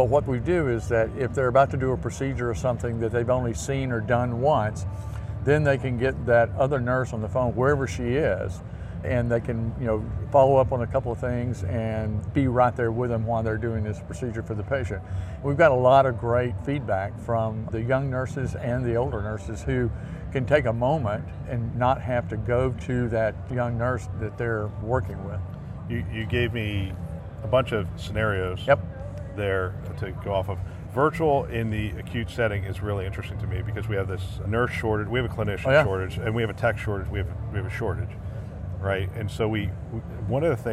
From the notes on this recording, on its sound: an Interview in Action live from ViVe 2023